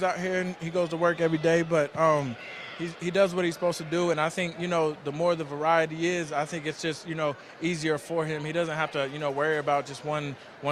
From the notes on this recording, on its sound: live from Cowboys training camp